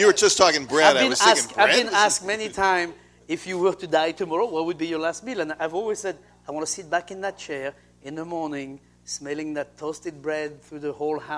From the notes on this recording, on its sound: Taped before a live studio audience at Cafe Nordo in Seattle.